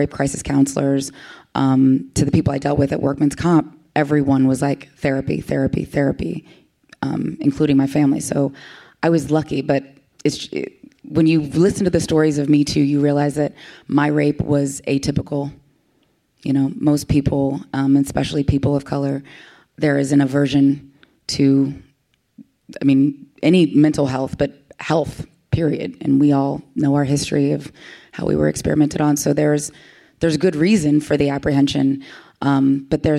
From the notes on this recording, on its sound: live audience recording